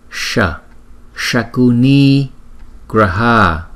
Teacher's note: chữ S là chúng ta để ý, chúng ta đọc cong lưỡi.